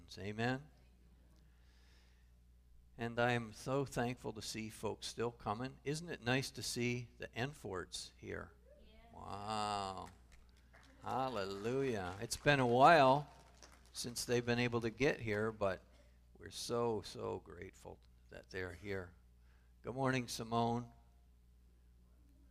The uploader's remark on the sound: Calvary Assembly of God live Stream